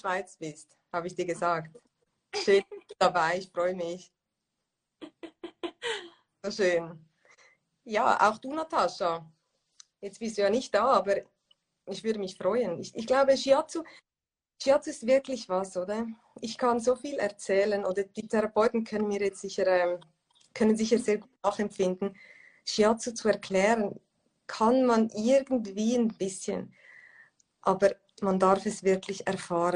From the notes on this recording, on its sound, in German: Letzte Woche habe ich ein Instagram live geführt